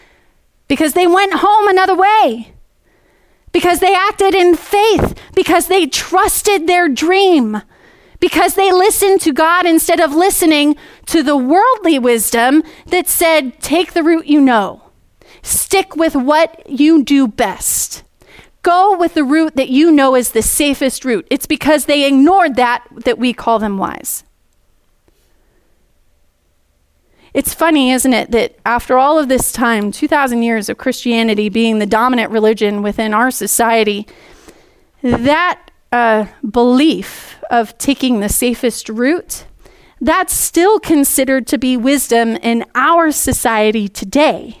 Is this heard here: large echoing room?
yes